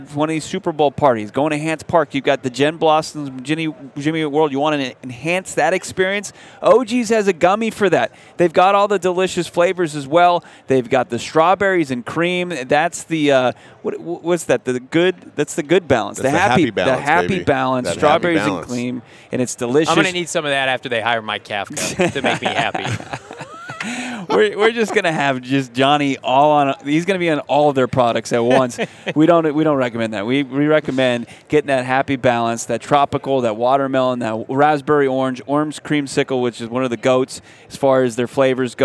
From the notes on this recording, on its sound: LIVE from Radio Row.